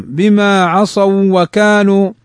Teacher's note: لأن الواو قبلها فتح فهي حرف لين